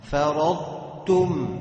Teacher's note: هتجيب مخرج الضاد وتنتهي بالتاء